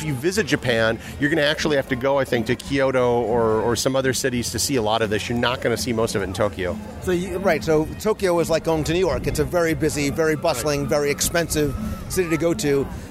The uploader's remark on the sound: A Walking Tour of the “Real” World (Showcase). Recorded live as I walked the promenade in Epcot.